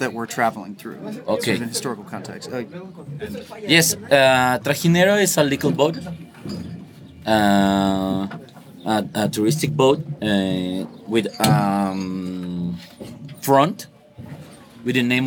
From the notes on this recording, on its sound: As you can hear from the first few seconds, this is not the typical SW2L. Recorded ON A BOAT in the "Little Venice of Mexico" where the flowers grow.